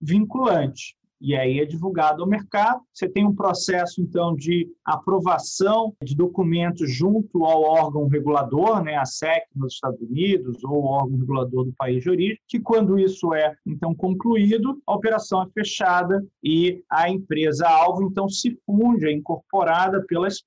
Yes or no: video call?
yes